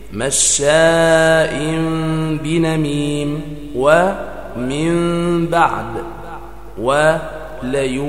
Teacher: الإقلاب لغة تحويل الشيء عن وجهه، واصطلاحا قلب النون الساكنة أو التنوين ميما مخفاة مع مراعاة الغنة